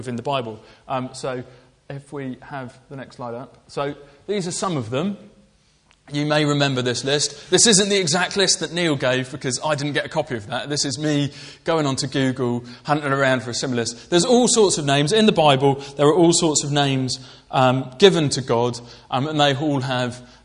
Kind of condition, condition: setting, large echoing room